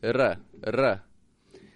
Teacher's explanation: It goes up very fast. Kind of, your tongue bounces up. It hits off of the ridge. It hits off of the spot behind your teeth, the hard spot behind your teeth, that bone.